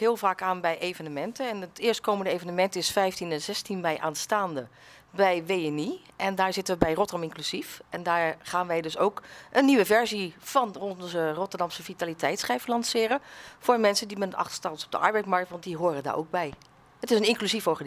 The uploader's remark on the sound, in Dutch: In deze podcast zijn we op bezoek bij het Fitfestival van cluster Dienstverlening.